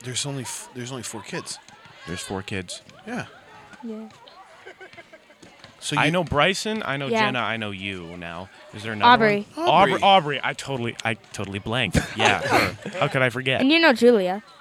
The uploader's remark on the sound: The second and final live lake episode. Outside in front of a live studio audience during the leaders vs. Students kickball game.